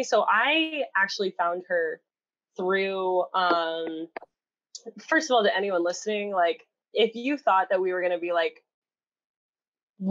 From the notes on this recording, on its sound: our audio quality is now worse